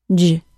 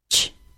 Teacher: The difference between the sounds is that the J sound is voiced, meaning that the vocal cords vibrate during the sound, and the CH sound is unvoiced, meaning that the vocal cords do not vibrate during the sound